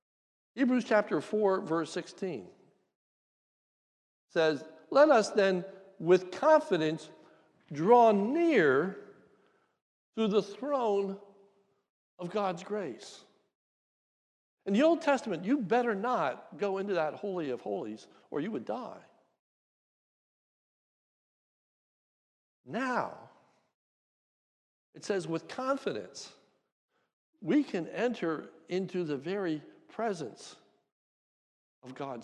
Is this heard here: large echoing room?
yes